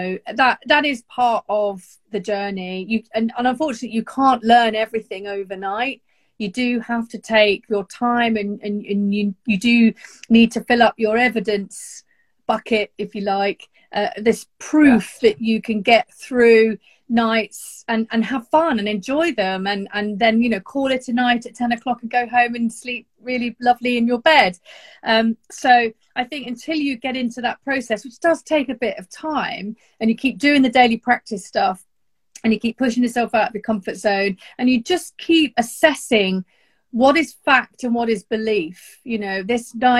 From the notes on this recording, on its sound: This is a bonus episode that was recently recorded on Instagram.